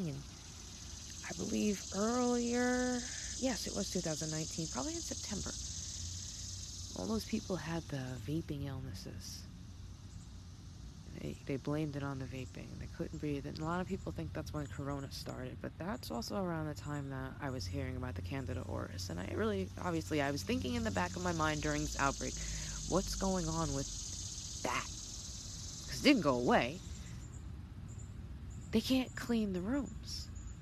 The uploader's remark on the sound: sorry for the screeching tires & traffic, it’s just what they do out here!